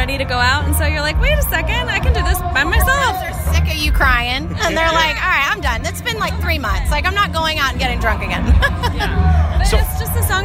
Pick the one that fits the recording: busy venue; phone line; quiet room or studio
busy venue